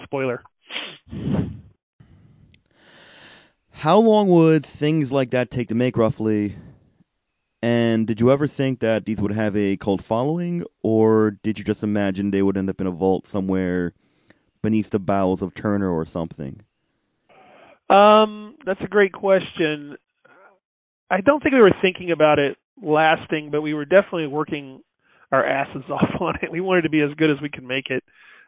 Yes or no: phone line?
yes